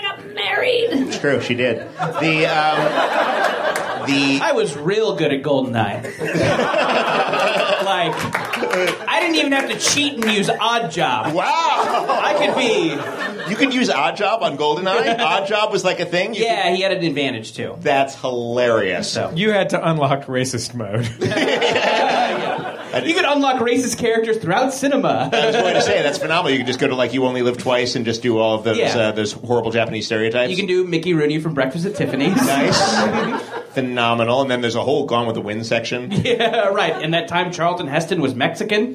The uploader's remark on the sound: Live at the UCB Theater in Los Angeles